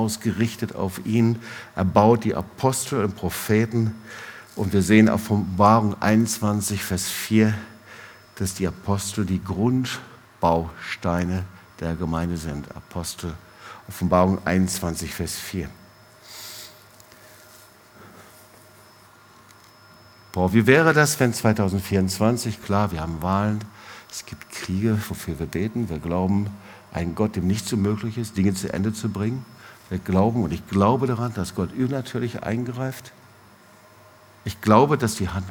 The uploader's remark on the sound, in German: Predigt im Awakening Fire Gottesdienst